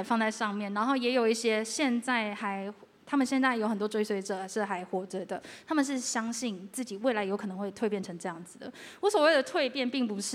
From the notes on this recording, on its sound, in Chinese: Live Podcast｜KKBOX催下去音樂節。今天這集是KKBOX催下去音樂節活動的存檔。由於現場我們有置入版權音樂、圖片、影像的播放，你們今天收聽到的這集是剪輯過後的版本。